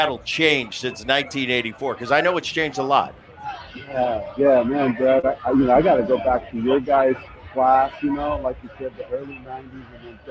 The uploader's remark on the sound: live from the All-Star Game in Seattle